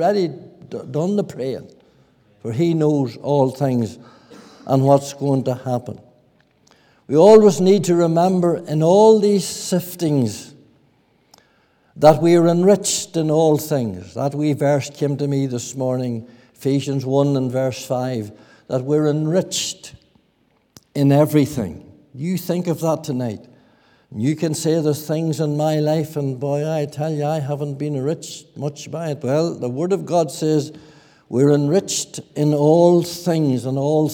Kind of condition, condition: setting, large echoing room